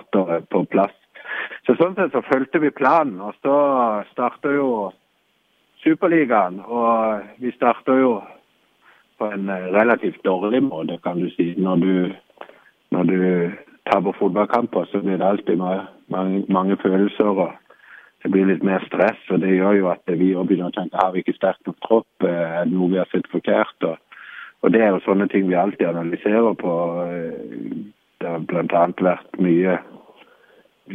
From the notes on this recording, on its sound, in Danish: er med i et telefoninterview